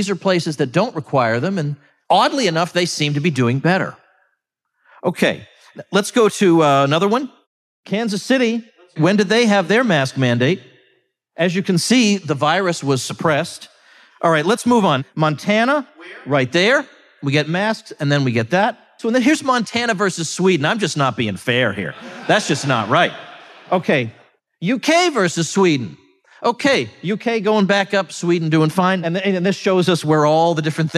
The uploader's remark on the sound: I delivered these remarks at the Ron Paul symposium in Angleton, Texas